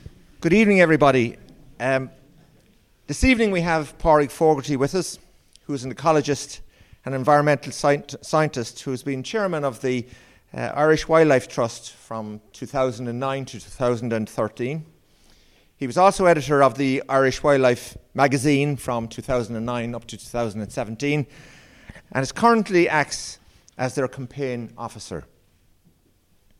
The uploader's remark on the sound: I have brought you a recording of a live talk. The Kildare branch of BirdWatch Ireland. They weren’t planning to stream or even record it.